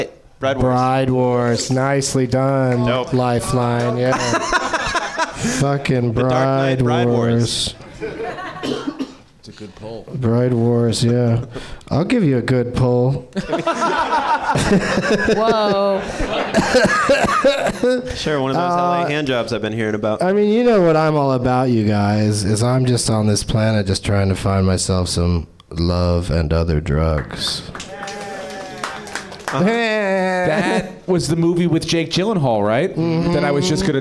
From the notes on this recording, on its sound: Live from the NerdMelt Showroom in Los Angees